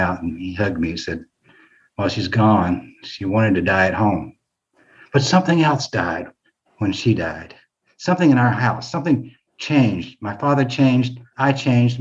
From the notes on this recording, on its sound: Virtual open mic. Two bold stories from Grit's Mental Health Happyish Hour (virtual) open mic [aka story badassery].